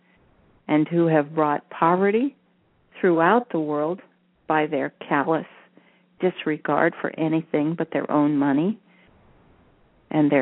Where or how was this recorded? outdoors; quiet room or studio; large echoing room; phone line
phone line